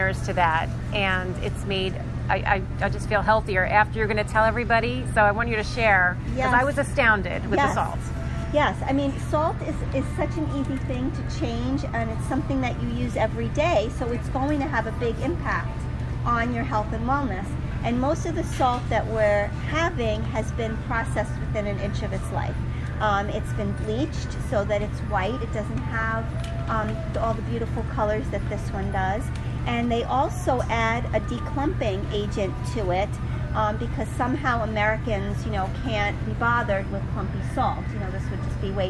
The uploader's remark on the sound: Thrive LIVE. Live from Whole Foods.